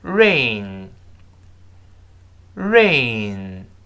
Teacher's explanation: N 是个鼻音舌根是不会拱上去的